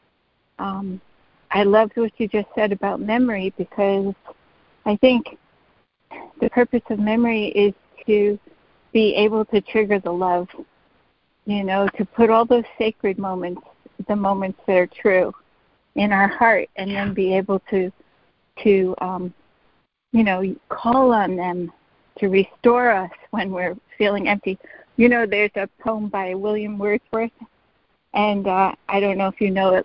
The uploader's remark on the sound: ACIM Daily Conference Call.